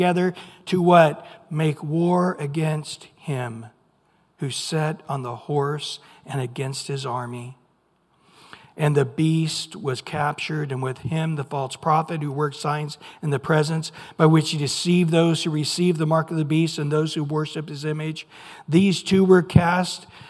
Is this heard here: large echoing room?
yes